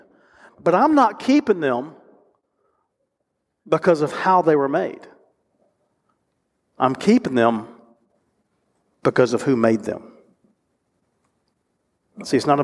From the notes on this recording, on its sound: recorded live at Covenant